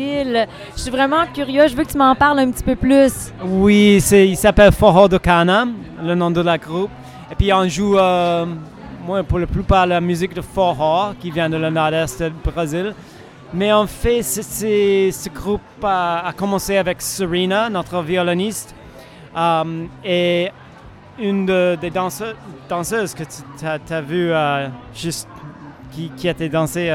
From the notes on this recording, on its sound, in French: En direct du Festival du Bois 2023! Écoutez des entrevues avec les musiciens, artisans, spectateurs et bénévoles.